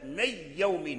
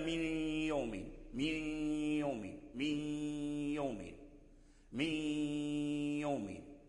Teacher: النون دخل في الياء لكن الغنة بقيت، ثم هذا التشديد الياء ضعيف، شد الياء ضعيف ماشي قوي · Shown in: second take · من يوم الغنة، الغنة هي ليست من ذات النون وإنما